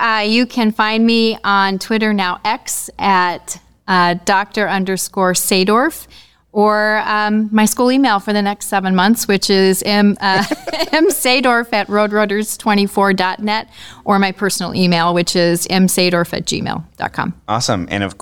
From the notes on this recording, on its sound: Dispatches from NFARE Conference in Chattanooga TN. Was interviewed at the National Forum to Advance Rural Education conference.